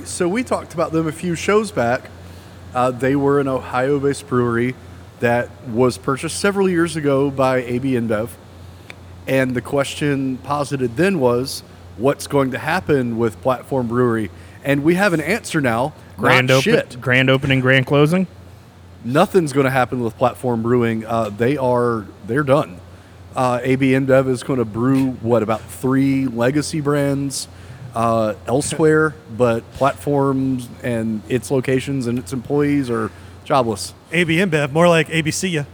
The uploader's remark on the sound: The Second one at Heist. Might hear a little background noise because we are finally doing a show at Heist!